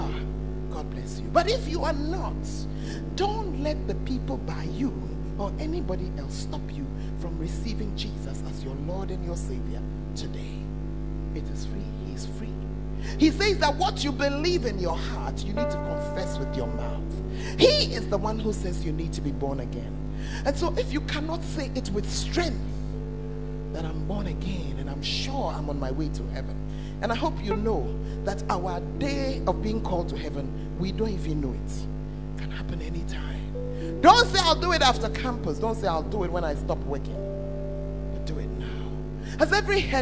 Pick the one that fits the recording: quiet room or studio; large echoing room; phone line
large echoing room